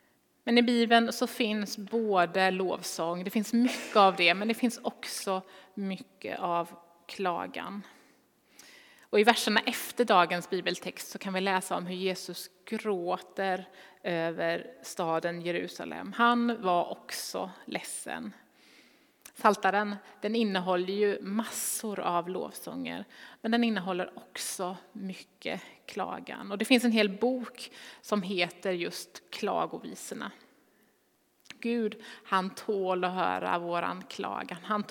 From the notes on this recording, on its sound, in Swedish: Inspelning från Immanuelskyrkan Skövde.